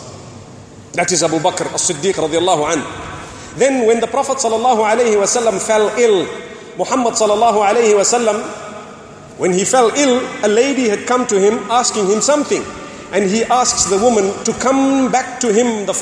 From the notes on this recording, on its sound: Delivered at Tuanku Mizan Zainal Abidin Musjid